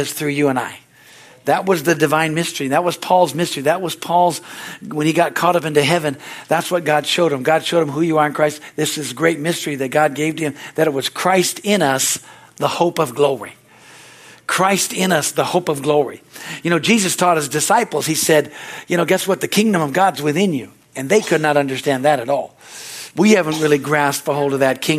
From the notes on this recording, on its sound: This message is from the Wednesdays service on July 26, 2023 at Harvest Bible Church in Stockton, CA.